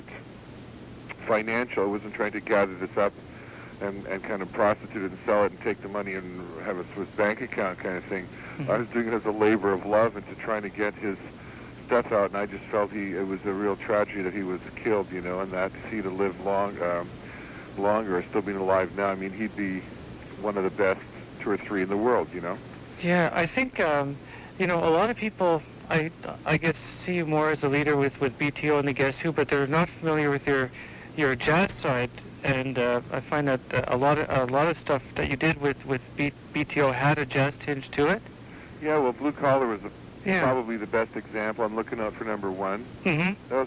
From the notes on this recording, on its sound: A short phone interview I did many years ago.